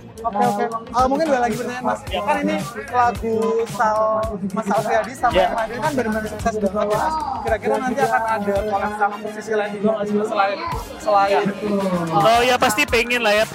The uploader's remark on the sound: Interview From Backstage Land Of Leisure.